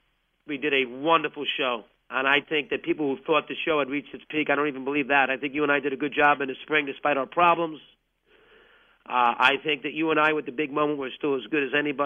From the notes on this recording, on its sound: called in to say goodbye